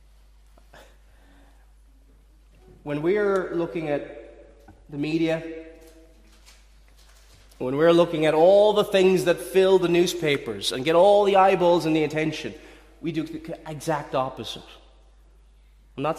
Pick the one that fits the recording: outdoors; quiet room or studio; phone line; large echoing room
large echoing room